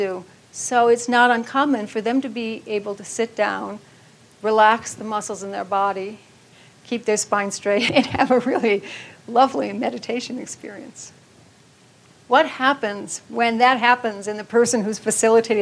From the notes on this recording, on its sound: keynote from the 2014 Buddhist Geeks Conference